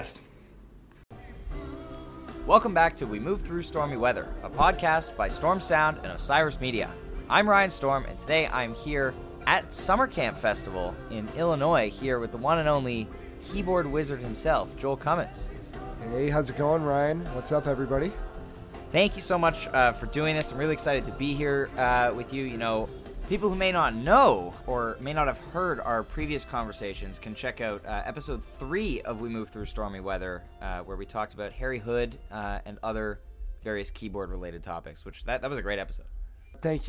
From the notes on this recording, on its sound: At Summer Camp Festival 2023. In the midst of a whirlwind weekend at the final Summer Camp Music Festival, I sat down.